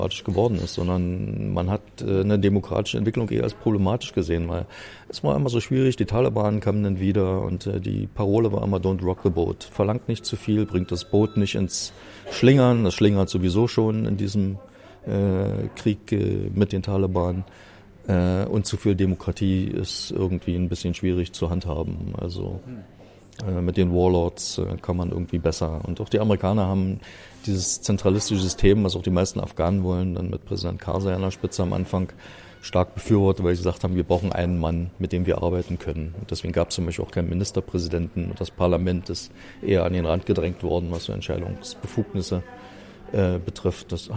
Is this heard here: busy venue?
yes